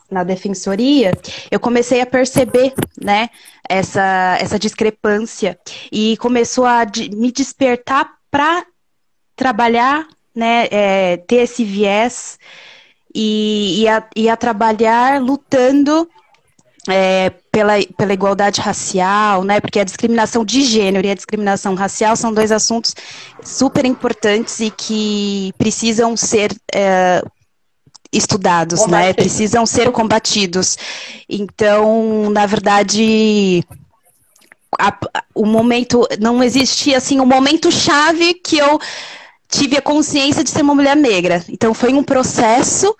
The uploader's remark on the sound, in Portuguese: Esse podcast foi retirado da Live feita no Instagram do Grupo Mulheres do Brasil Santos